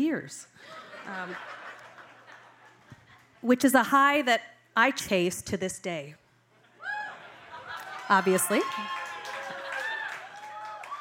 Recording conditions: live audience